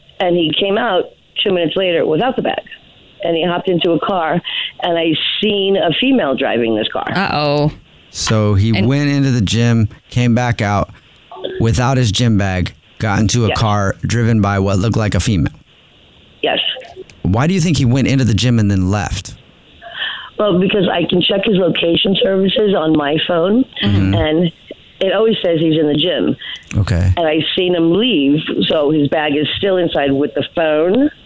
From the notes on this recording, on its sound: Phone Prank